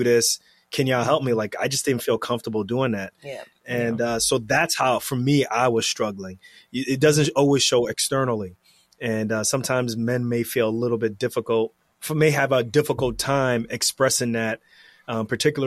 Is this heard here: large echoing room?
no